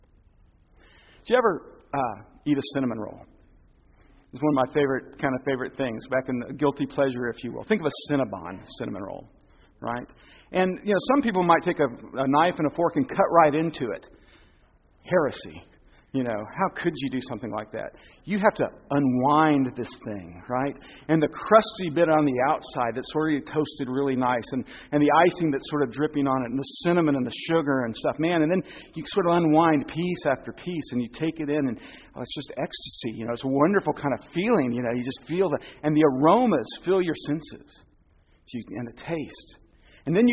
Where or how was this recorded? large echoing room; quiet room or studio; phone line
large echoing room